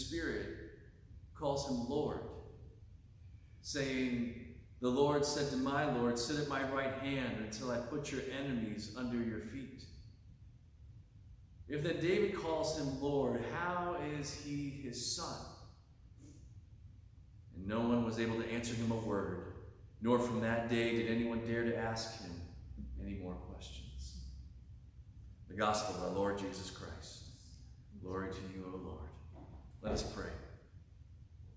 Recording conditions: large echoing room